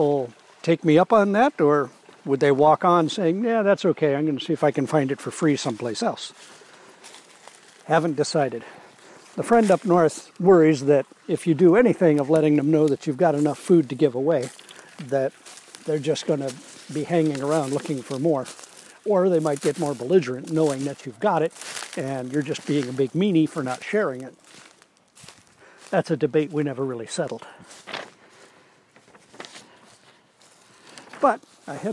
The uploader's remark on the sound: a little morning audio tour of his New Hampshire homestead